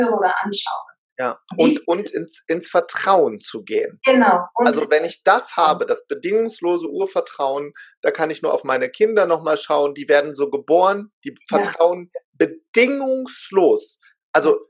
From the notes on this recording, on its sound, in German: er war live und in Farbe mit mir im Zoom